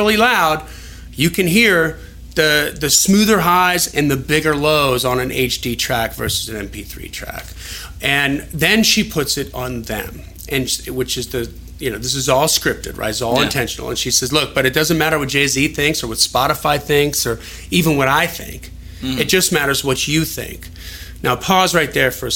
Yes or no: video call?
no